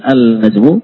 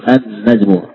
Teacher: Bukan al-najmu, tapi an-najmu. Jadi ada tasydid di atas nun. · Shown in: second take